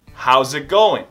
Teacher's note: esse how is it, falando mais rápido, vai ficar how's it?